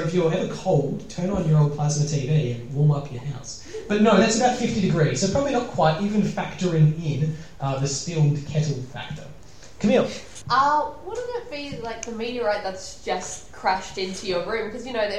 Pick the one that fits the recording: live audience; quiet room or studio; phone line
live audience